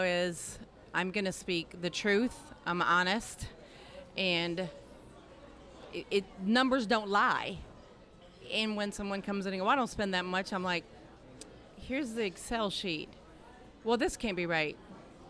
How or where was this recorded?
busy venue